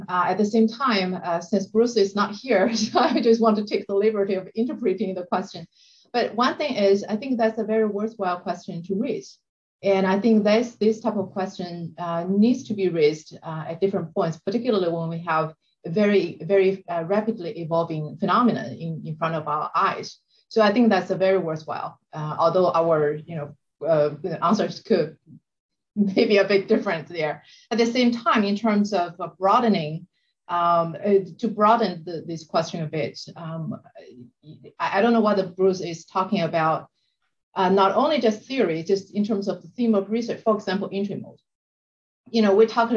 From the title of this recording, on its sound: STR Virtual Symposium